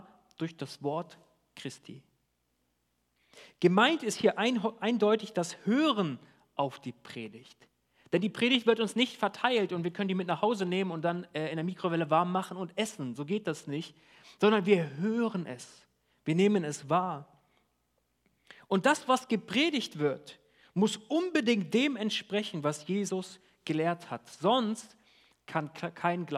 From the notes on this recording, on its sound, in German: Die zur Verfügung stehenden Predigten wurden im Gottesdienst der Ecclesia Kirche Göttingen gehalten